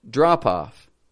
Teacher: the P is pronounced because it links with the following vowel